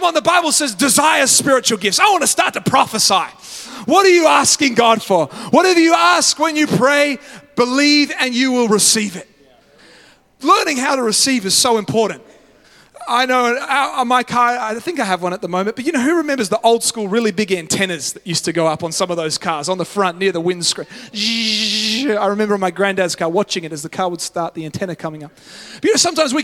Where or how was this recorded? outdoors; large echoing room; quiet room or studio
large echoing room